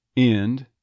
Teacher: So that might actually raise up towards the I, end. Very likely dropping the D, as I mentioned, when there's an N and a D combo. Really common to drop that D away.